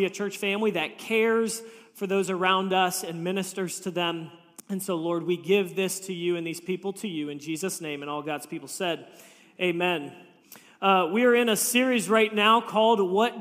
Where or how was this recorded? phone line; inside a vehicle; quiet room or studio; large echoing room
large echoing room